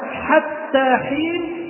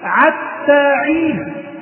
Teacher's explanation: فكان في بعض القبائل ما تنطقش حرف الحاء أبدا، وإنما ينطق له عينا · Shown in: second take · فأقرأون قول الله تعالى حتى حين عتى عين، فنزل القرآن بهذا اللسان أيضا للتيسير للتخفيف.